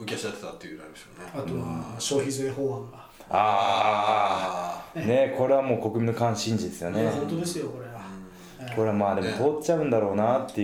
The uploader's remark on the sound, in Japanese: 今回、機材と環境の影響で極めて音声がききづらい場合があります。